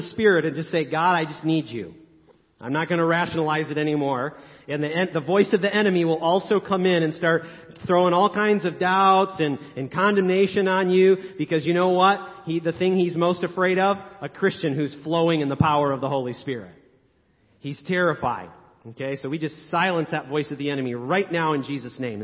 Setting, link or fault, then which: setting, large echoing room